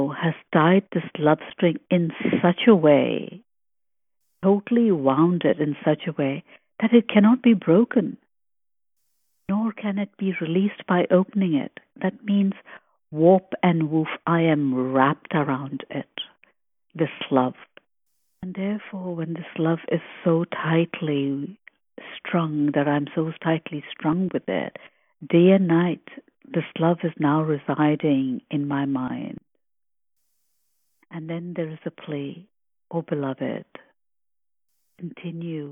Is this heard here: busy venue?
no